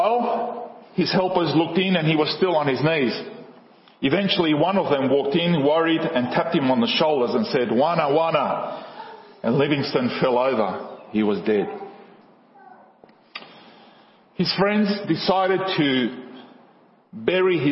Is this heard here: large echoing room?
yes